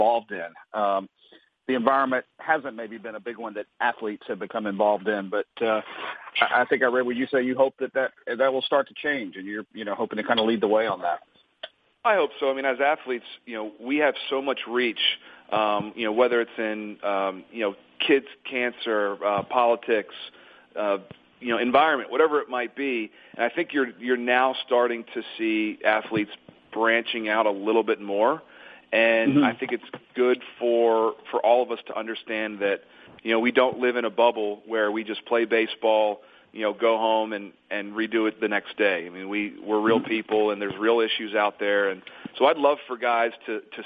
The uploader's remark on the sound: MLB Opening Day Conference Call